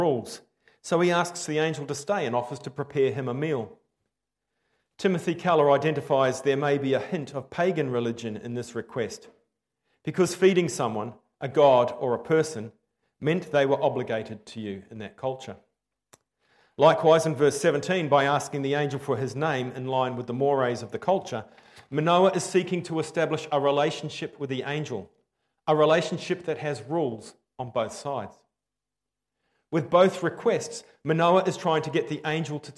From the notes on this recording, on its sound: Preached 15/10/23 Am Service